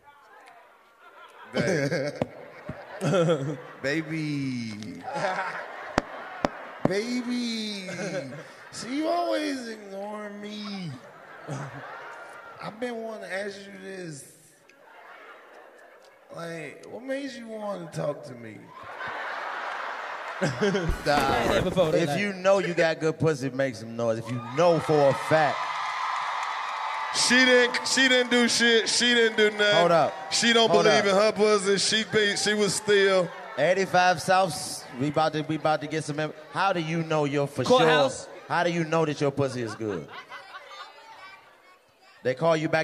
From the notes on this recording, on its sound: LIVE from Phoenix. Live from the Orpheum Theater in Arizona!